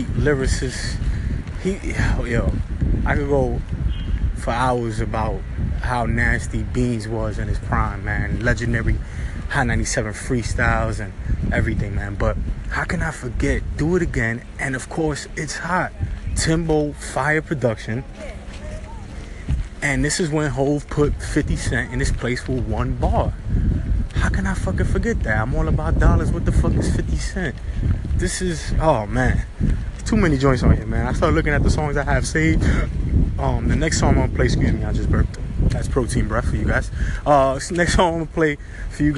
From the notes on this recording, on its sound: Recorded a lot of this episode running around in the street, so don’t mind the sounds in the background!